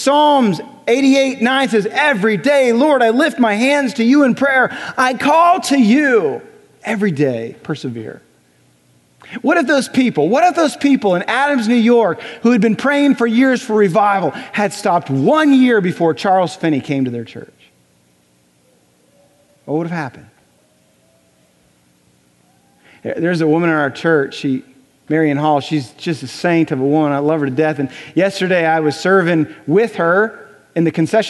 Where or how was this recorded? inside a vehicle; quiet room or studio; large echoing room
large echoing room